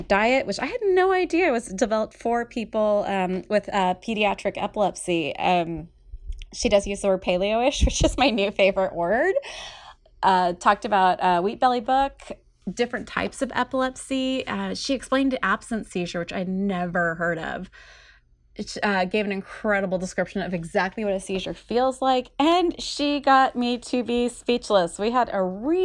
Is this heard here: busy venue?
no